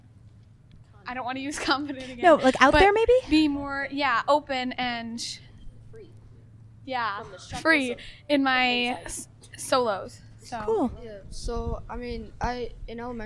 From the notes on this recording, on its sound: sat down with the group at the 2019 Port Washington Acapocalypse Festival